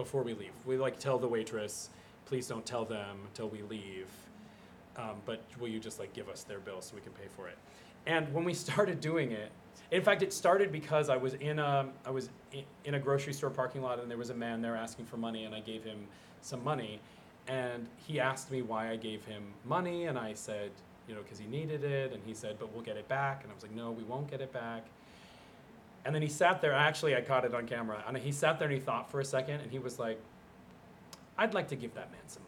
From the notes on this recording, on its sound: at BroadwayCon 2022 for the first ever LIVE TAPING of The Art of Kindness podcast